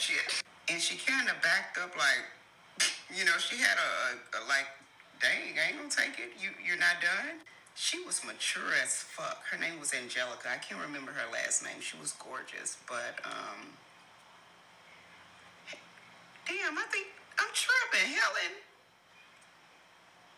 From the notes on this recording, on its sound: So, please forgive any background noise.